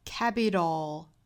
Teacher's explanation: 后面的这个 tal 其实就是一个 dal 的发音，相当于是 flap t 加上舌侧音的一个发音组合